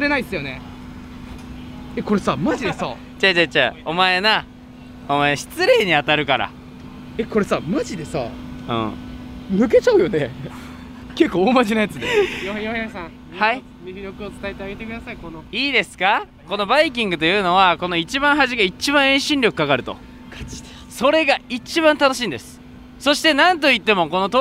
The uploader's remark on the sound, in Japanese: 東京ドームシティアトラクションズの魅力を伝えるラジオを収録しよう。様々なアトラクションに乗り、魅力を伝えながらラジオ収録します！